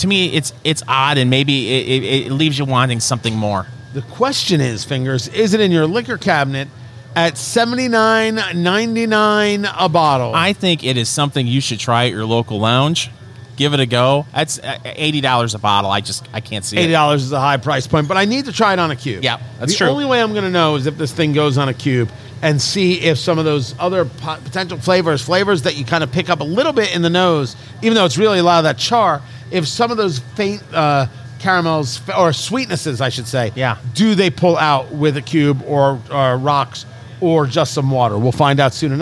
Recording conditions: busy venue